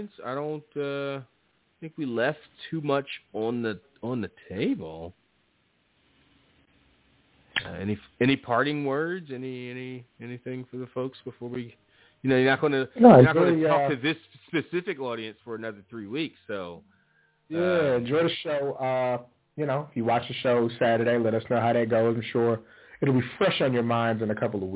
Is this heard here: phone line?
yes